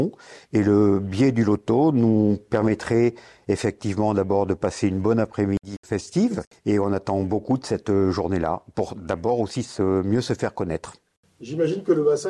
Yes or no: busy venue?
no